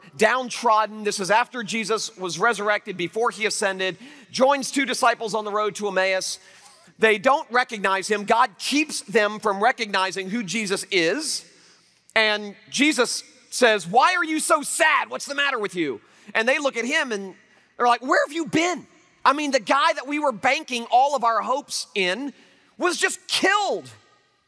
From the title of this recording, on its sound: Liberty University Convocation, 2012